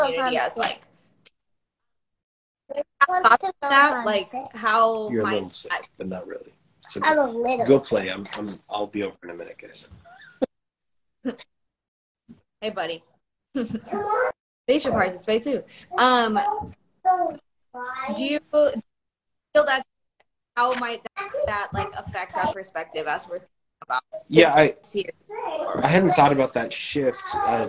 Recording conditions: video call